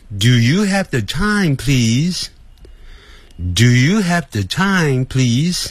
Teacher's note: Yes, no 问句，那个问句声音要上扬哦。